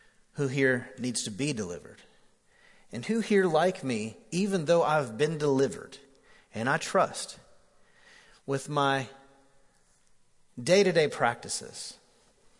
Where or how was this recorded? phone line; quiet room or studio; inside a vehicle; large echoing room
large echoing room